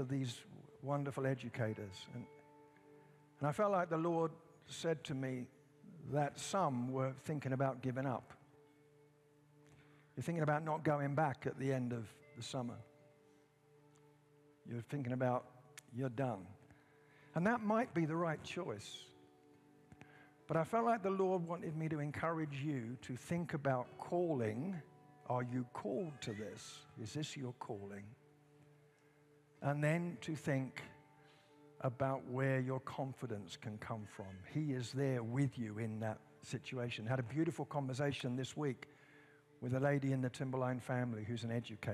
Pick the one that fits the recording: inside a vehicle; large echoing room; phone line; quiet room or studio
large echoing room